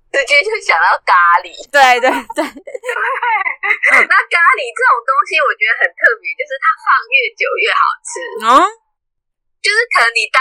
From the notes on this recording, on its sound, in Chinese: 本集音質小不佳